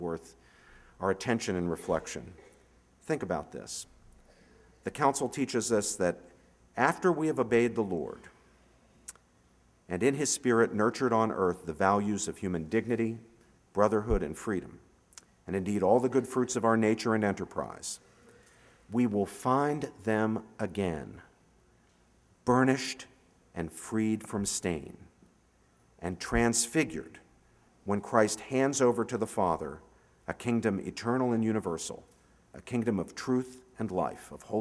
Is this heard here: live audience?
yes